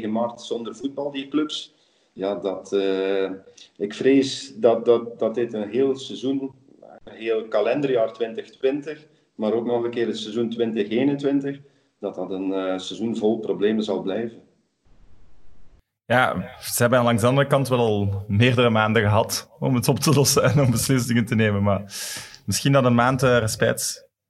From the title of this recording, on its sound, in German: Skypen